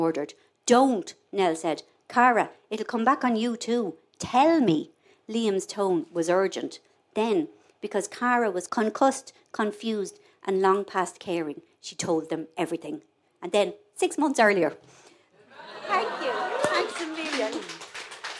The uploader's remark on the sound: Left behind the usual surrounds of the studio for a live recording in House on Leeson Street. Treated the live audience to an exclusive excerpt.